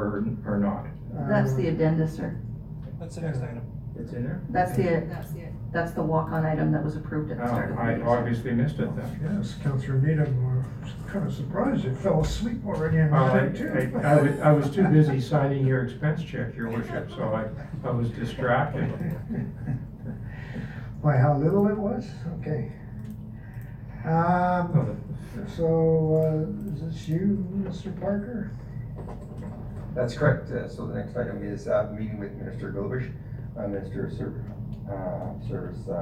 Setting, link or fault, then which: setting, large echoing room